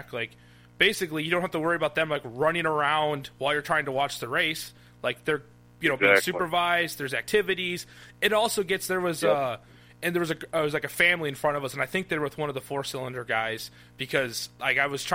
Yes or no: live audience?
no